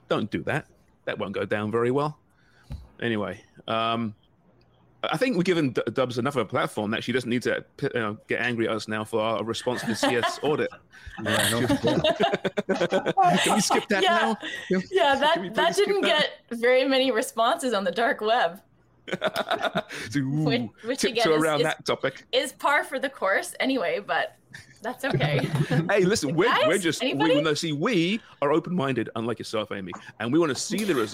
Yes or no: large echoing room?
no